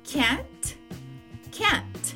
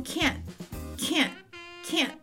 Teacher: Ou quando a gente vai falando cada vez mais com uma certa naturalidade, a gente vai perdendo esse som do T, a gente vai interrompendo ele, porque a gente tá com pressa para falar · Shown in: second take